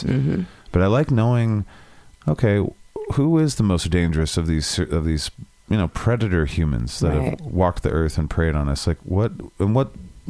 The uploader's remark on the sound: they call